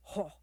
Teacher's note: Very similar kind of rising and then falling, long extended kind of note.